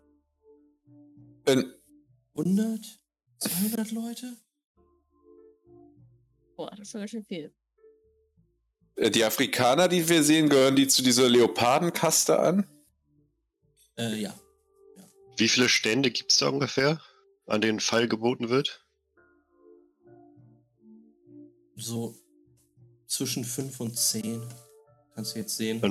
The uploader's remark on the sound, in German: mit leichten Audio-Issues